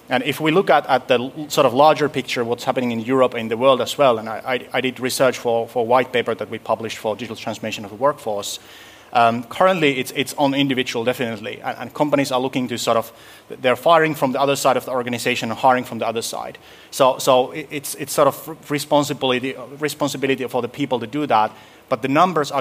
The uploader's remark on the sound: This week’s episode throws back to our LIVE recording at Dare to Learn 2019 in Helsinki, Finland, recorded during the same week as HEL we can!, an event on Boosting Skills & Continuous Learning in Europe. With a panel of adult education and corporate training providers, teachers, and eco-system supporters.